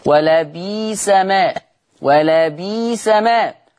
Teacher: يبدل الهمز الساكن ياء · Term: إبدال الهمز الساكن